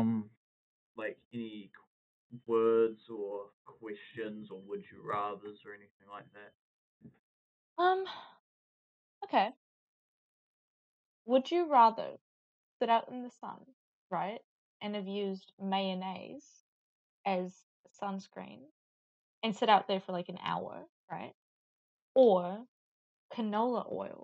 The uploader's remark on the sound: In this pod we have horrendous audio quality.